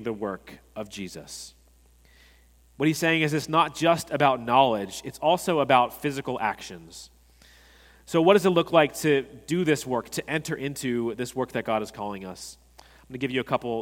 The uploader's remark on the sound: At Redeemer Presbyterian Church in Charleston, SC, we enjoyed a sermon